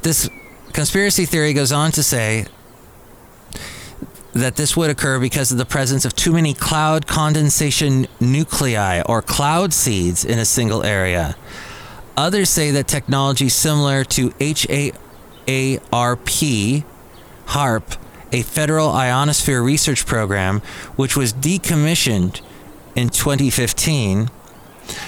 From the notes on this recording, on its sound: podcasts live from Cafe Anyway